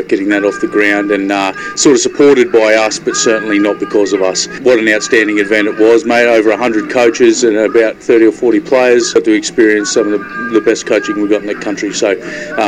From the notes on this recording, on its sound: at the Santos Festival of Rugby in Narrabri